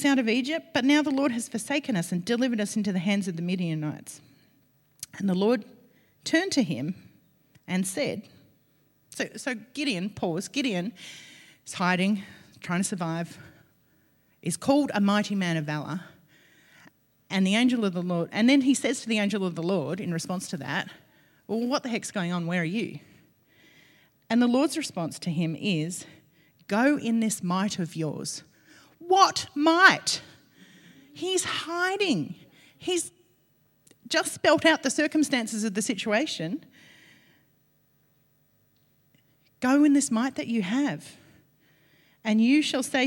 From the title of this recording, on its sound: LIVE at Echo Church